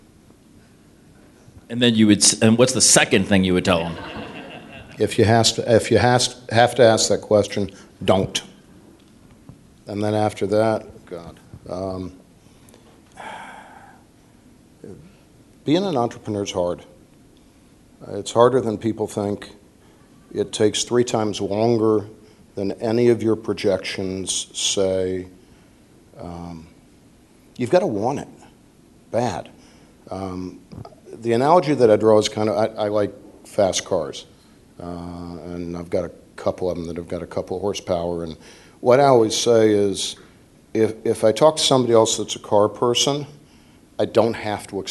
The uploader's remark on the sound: Startup Grind Columbus. This is the audio recording from the live event on 12/18/2017.